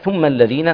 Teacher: خلي بالنا نحقق غنه الميم المشدده